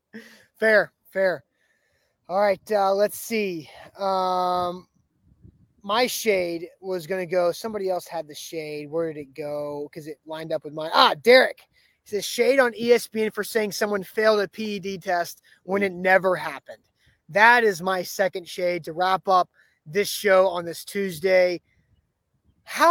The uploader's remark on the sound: LIVE outside the Saint Thomas Sports Park before Titans OTAs.